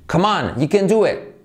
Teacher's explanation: esa t casi como que la omitimos